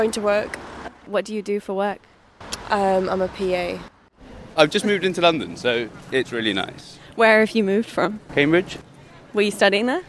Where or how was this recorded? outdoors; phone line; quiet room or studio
outdoors